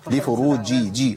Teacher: والذين هم لفروجهم حافظ، ما قولش لفروجهم، لفروجي جي، أيوة لابد من بيان تعطيش الجيم